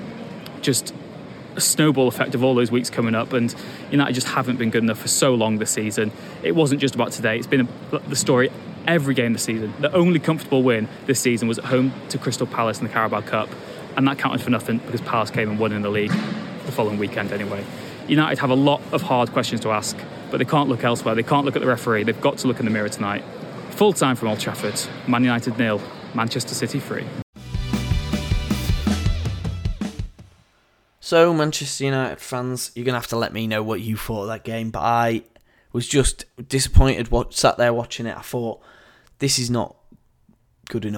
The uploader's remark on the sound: full post match press conference